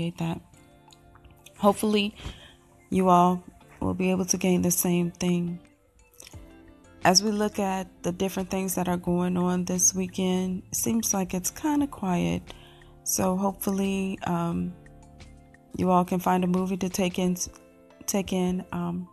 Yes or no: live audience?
no